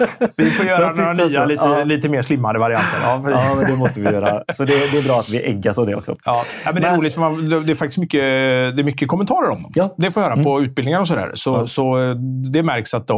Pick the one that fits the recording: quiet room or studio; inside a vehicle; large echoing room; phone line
quiet room or studio